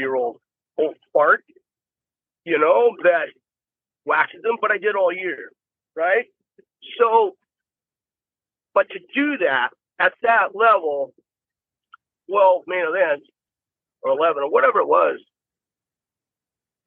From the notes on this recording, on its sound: while he was driving